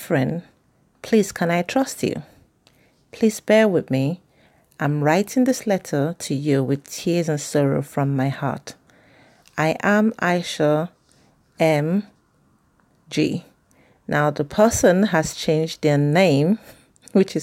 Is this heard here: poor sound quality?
no